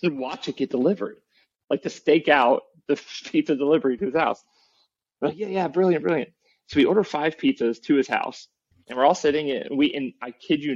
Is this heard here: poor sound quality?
yes